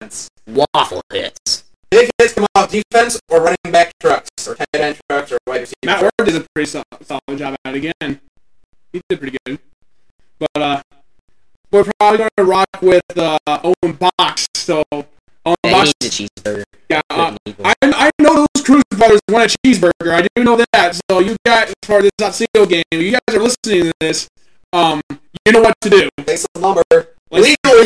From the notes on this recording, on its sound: Please Excuse the choppy audio. The audio did not sound like this while recording.